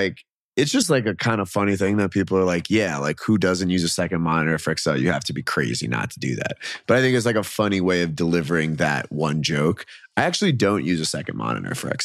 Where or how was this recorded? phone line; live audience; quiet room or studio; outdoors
quiet room or studio